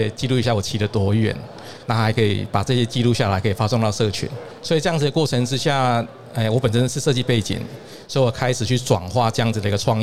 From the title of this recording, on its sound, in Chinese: 2022 Taipei Cycle台北國際自行車展-Live Podcast